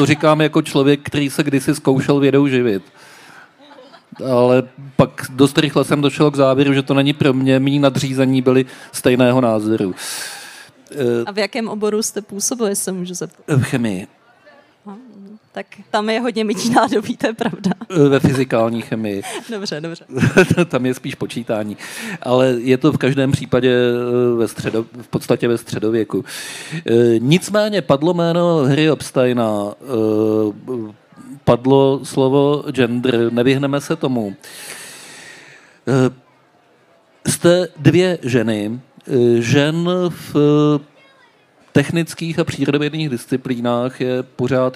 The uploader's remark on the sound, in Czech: v rámci festivalu Den Evropy na Střeleckém ostrově